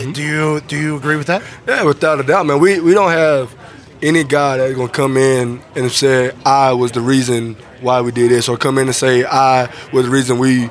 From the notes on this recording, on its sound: LIVE from Colts/Browns Training Camp. As they welcome in the Cleveland Browns for a joint practice.